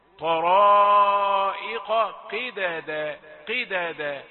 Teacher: انتقل بخفة وبسهولة إلى القاف المكسورة لتجعلها مفخمة في الدرجة الخامسة